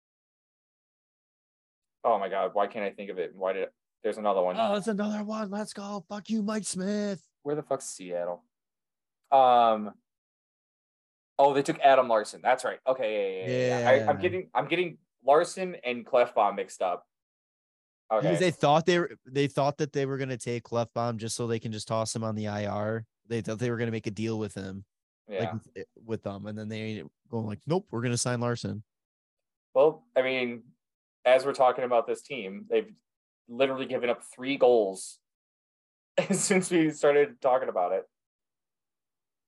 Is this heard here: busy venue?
no